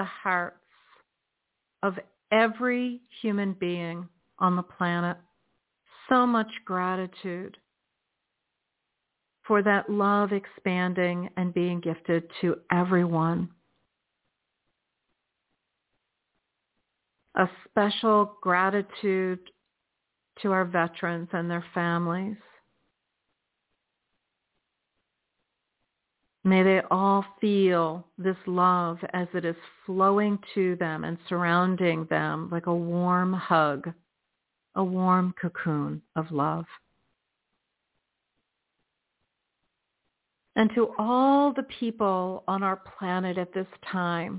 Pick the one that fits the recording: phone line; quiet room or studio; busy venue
phone line